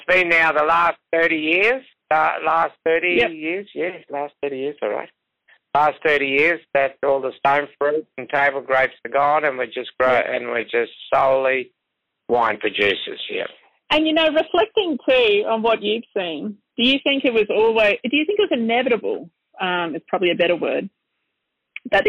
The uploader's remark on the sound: over the phone